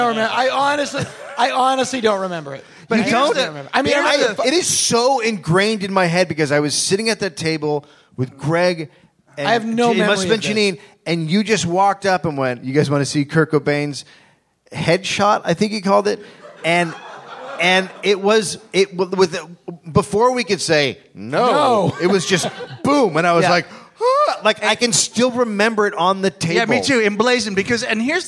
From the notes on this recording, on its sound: live from SF Sketchfest